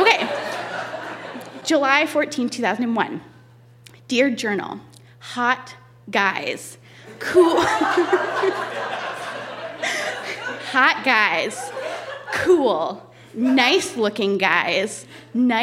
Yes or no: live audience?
yes